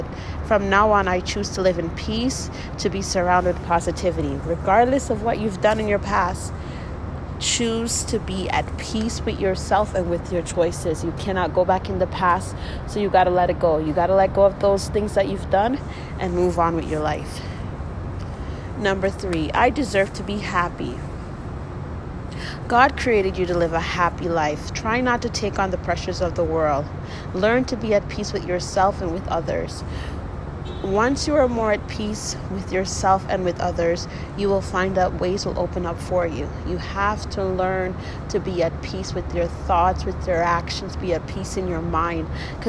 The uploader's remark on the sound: I made this episode while on my break at work. Please don’t get distracted with the noise in the background. I work at the airport.